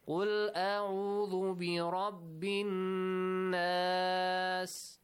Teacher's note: you can stretch the sound of nas, okay? And change the mad tabi'i or natural mad into a madul arad, the sukun, a longer mad